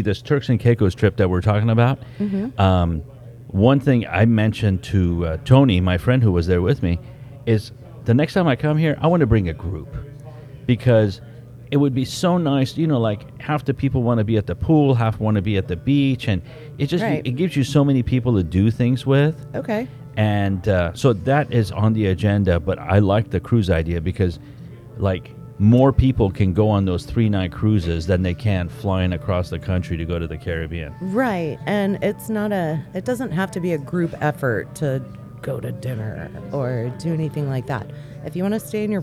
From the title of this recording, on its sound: On location at Che'root, where it all started!!